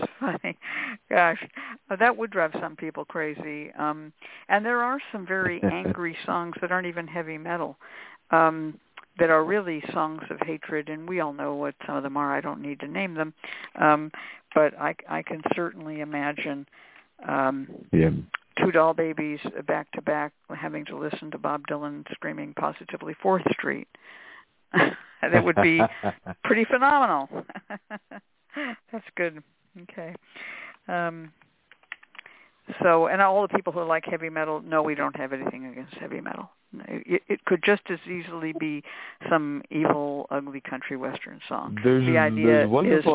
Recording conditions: phone line